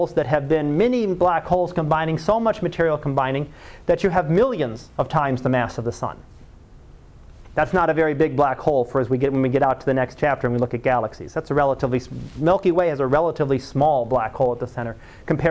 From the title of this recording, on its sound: Live Class Lecture